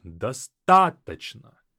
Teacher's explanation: The stress falls on the а, достаточно. And so whatever follows that is devoiced.